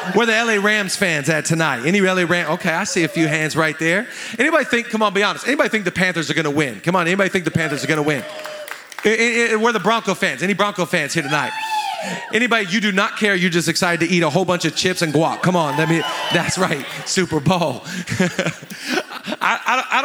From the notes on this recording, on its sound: live from the Avalon Theater in Los Angele California